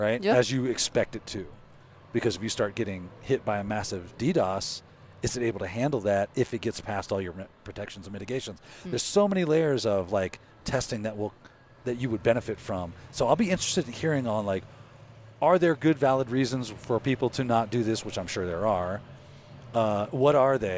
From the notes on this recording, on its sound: Reporting live from South Dakota. On location at Wild West Hackin' Fest far from the ITPro studios.